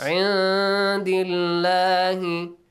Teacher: don't let your tongue touch the articulation point of noon, which is the gum area at the back of your front teeth. · Term: إخفاء